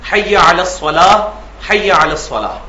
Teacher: الصلاتو یہ لفظ ہے لیکن وقف ہو کر ہا بن جاتا ہے